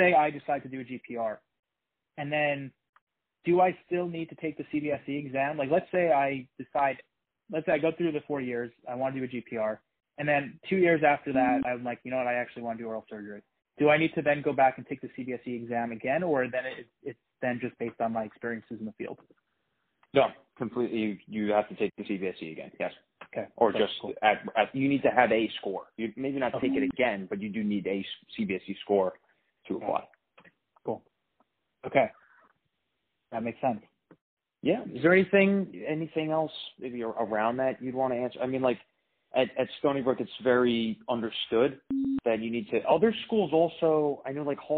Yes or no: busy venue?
no